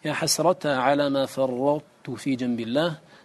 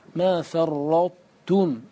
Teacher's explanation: الطاء تدغم في التاء إدغاما ناقصا فتبقى صفة الإطباق